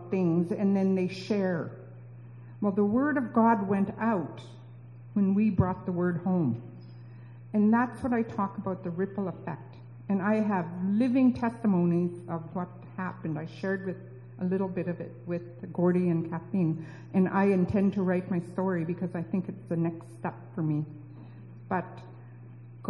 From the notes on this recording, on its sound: we apologize for the poor sound quality